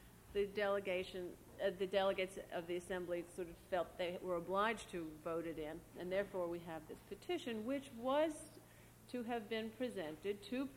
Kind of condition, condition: setting, busy venue